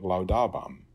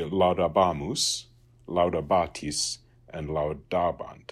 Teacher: that long A in the ba can shorten before certain consonants. So it shortens in the first person singular.